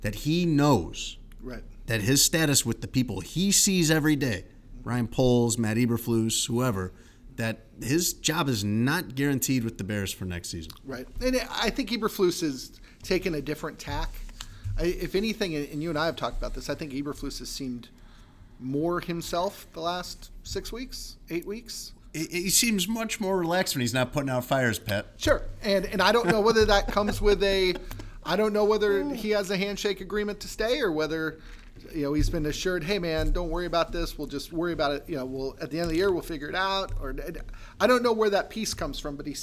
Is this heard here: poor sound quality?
no